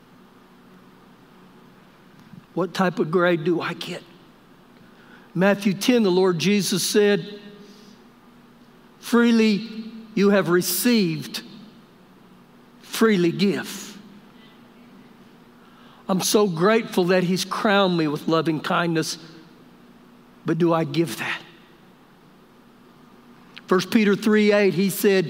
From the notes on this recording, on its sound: Recorded live during our Sunday morning service